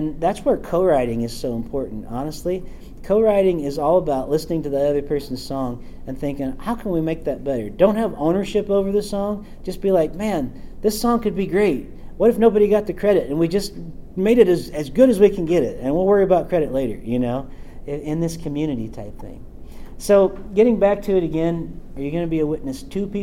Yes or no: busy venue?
yes